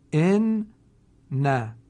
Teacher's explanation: حرف اول رو حذف میکنند و حرف دوم رو با استحکام و شدت بیشتری ادا میکنند · Term: حرف مشدد